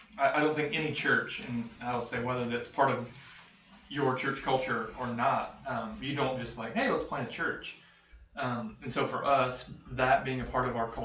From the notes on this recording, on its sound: Sorry about the audio quality on this one, folks! It appears as if the built-in laptop mic was capturing the audio instead of our nicer stand-alone microphone.